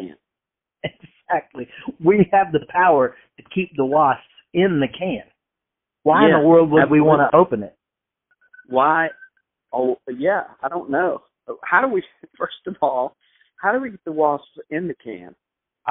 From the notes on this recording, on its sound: record their phone calls to make each other laugh